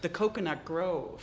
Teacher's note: when something's a proper name, you really hit the first vowel, the first syllable, really hard